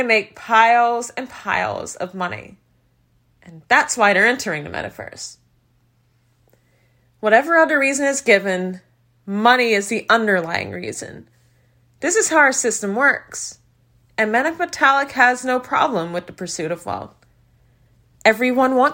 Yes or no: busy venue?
no